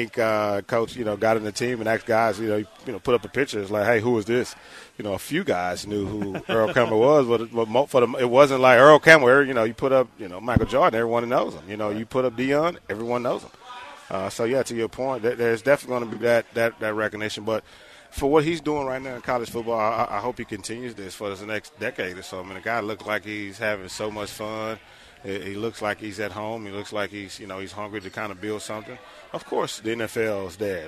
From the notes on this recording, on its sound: LIVE from East River 9 in East Downtown!